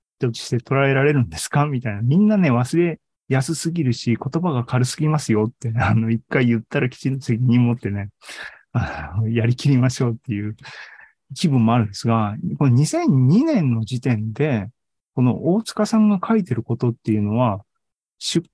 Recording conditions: video call